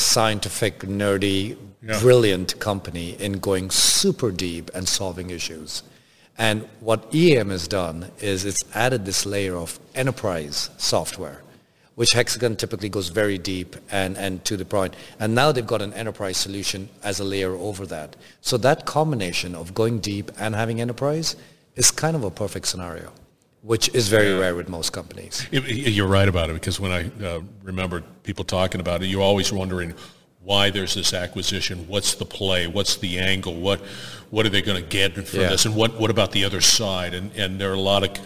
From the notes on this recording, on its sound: Industrial Talk is onsite at Hexagon LIVE